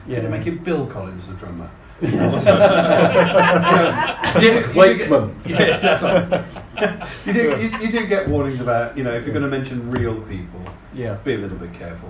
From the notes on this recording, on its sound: At the 3rd Comedians With Books live show